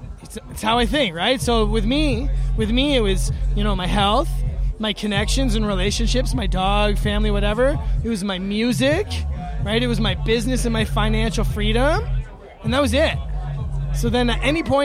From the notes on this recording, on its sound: Recorded backstage at The Manor Stage at Astral Harvest 2018.